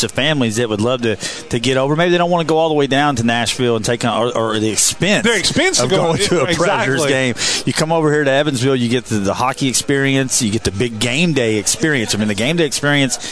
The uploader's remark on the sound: Live from BJ's Brewhouse in Evansville for Thunderbolts Live.